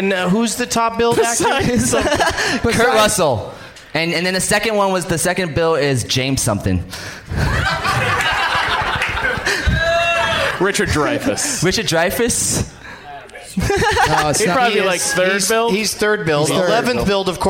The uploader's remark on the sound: Live from Zanies Comedy Club in Nashville